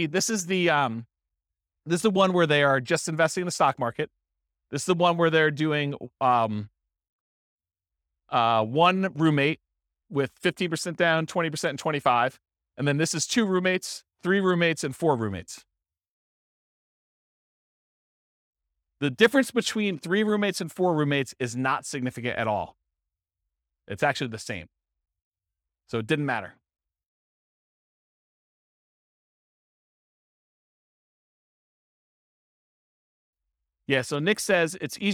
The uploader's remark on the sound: This was a live class recorded